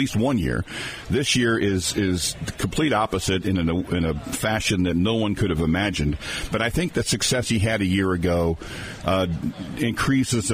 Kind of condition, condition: setting, busy venue